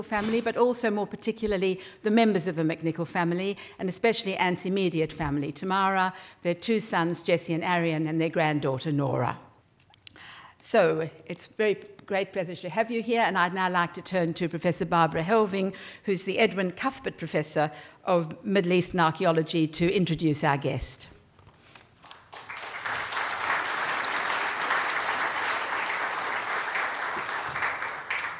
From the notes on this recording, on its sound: This event was held at the University of Sydney on Tuesday 23 October 2018.